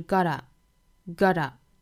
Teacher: 注意中间的这个 t 浊化成 d 的发音